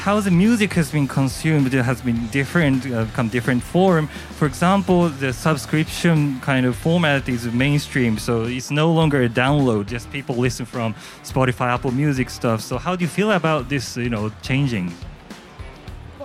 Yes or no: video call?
no